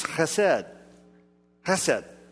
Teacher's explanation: to say it correctly, you have to have this guttural sound, almost like you're clearing your throat. In fact, if you say it and you're spitting a little bit, then you probably have it correct.